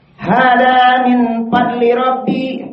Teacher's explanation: Zal pun dibaca dal pula